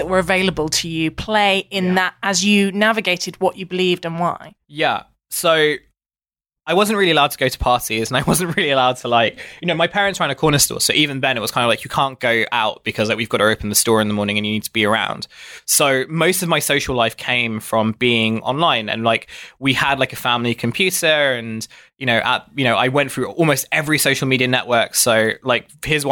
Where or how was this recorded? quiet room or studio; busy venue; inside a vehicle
quiet room or studio